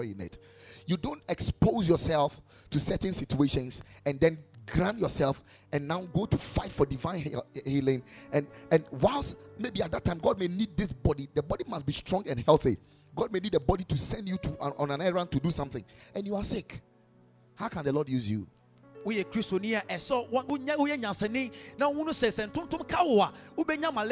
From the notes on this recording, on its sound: Preached at Ekklesia Chapel